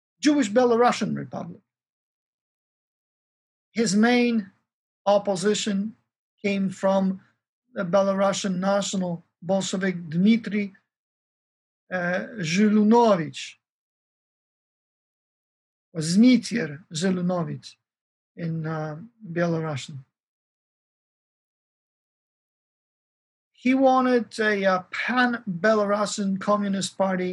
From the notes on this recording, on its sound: This lecture is a part of our 10th Annual Kościuszko Chair Spring Symposium in honor of Lady Blanka Rosenstiel.